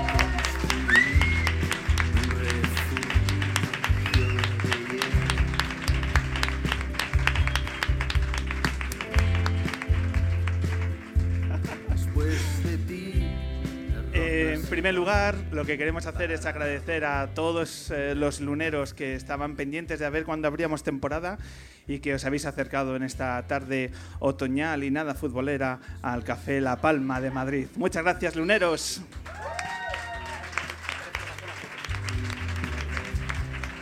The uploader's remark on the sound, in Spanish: Hizo encender todos los smartphone de los presentes en el Café La Palma.